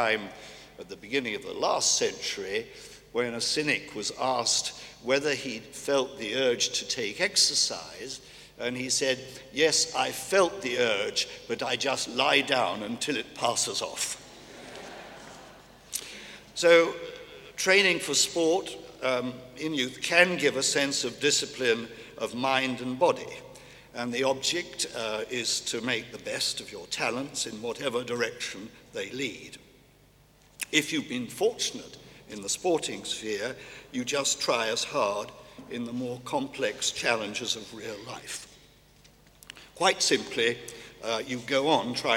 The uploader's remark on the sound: recorded at the 2000 International Achievement Summit in London